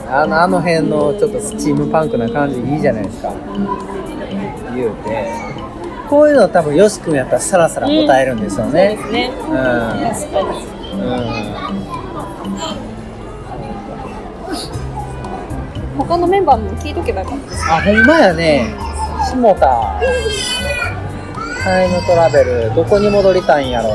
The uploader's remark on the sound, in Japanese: 始まって以来初の対面収録でお送りいたします！多少環境音が入っていますので、そこはご容赦くださいませ。